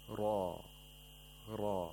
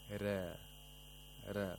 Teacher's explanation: The ra has tafkhim. You have to pronounce it with thickness. · Shown in: first take · Ra, ra. We shouldn't say ra, ra.